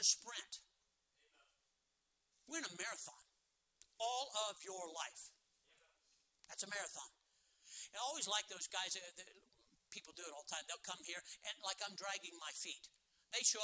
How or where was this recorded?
large echoing room